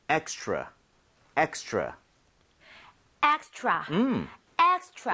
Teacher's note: 이거는 extra가 더 이상 아니죠. 여러분들이 R 발음을 혀를 제대로 당겨서 하고 있다면 extra처럼 치읓 비슷하게 소리가 날 겁니다.